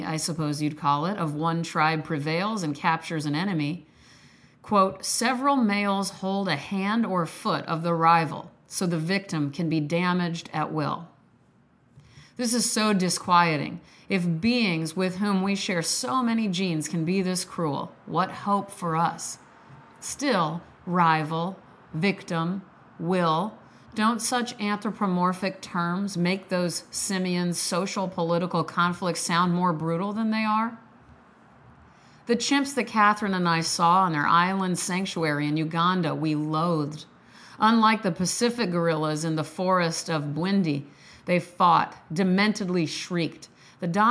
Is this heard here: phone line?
no